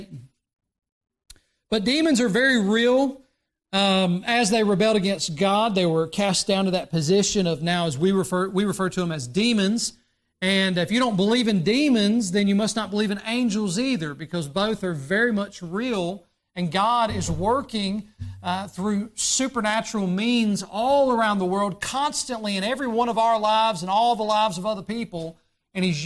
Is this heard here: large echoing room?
yes